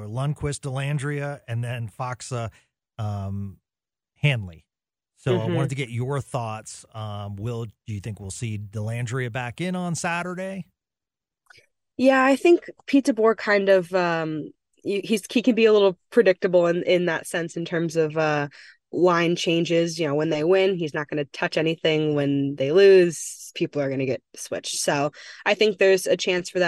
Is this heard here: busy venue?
no